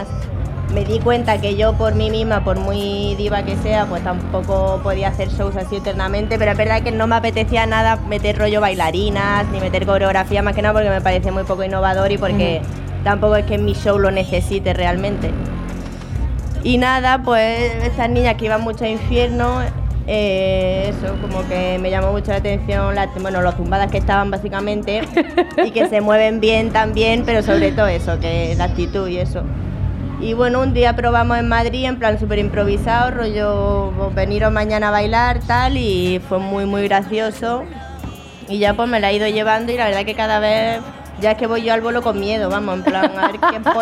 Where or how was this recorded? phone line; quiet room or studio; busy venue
busy venue